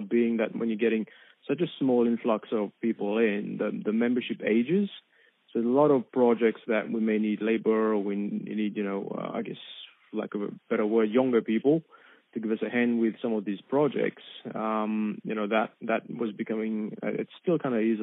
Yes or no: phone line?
yes